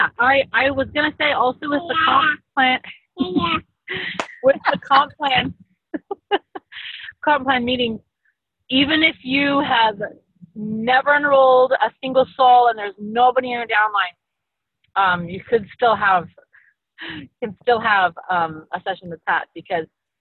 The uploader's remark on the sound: Call from the Car